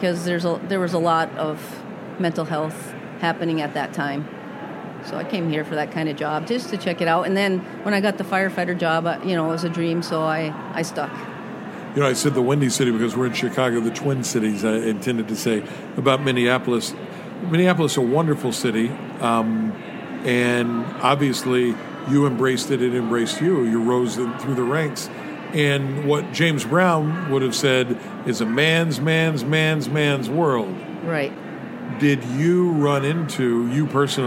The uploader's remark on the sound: This is another episode captured at the American Library Association's annual conference in Chicago.